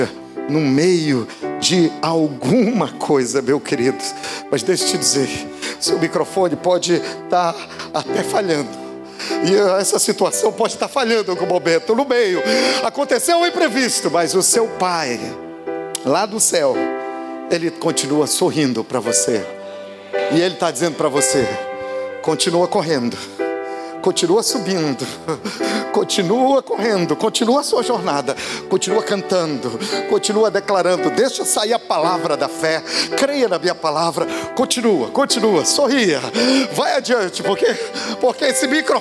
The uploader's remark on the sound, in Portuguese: Podcast gravado na PAES Piedade no dia 03/12/2018